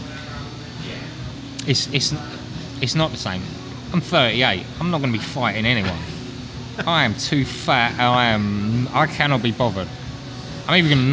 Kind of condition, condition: setting, busy venue